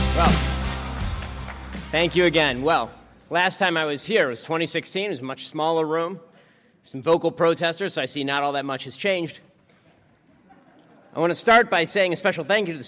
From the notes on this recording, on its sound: LIVE at UW-Madison. Streamed live.